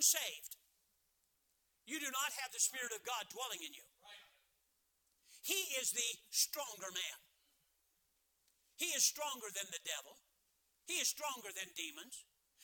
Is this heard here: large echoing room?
yes